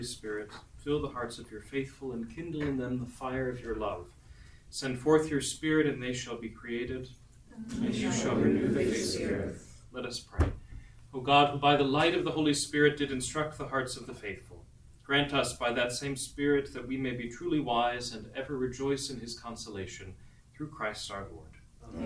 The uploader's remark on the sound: This lecture was given on March 18th, 2023, at "The Passion & the Sacred Wounds: An Intellectual Retreat" at the Dominican House of Studies.